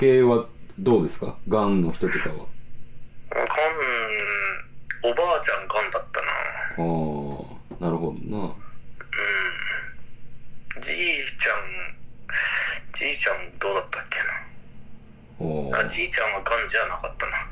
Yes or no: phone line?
yes